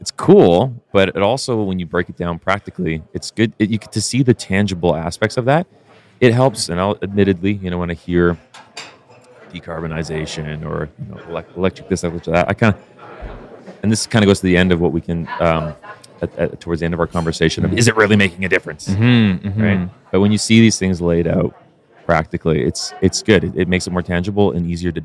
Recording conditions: busy venue